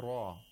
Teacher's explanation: We have to make sure that we have the tapping sound of the tip of the tongue. If there's no tapping sound, it's going to sound like an approximant, as in English, the English R.